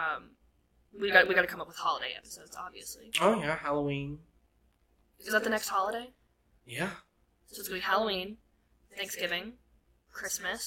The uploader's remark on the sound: Please bare with us as we figure out better audio, lighting, and cameras in the future!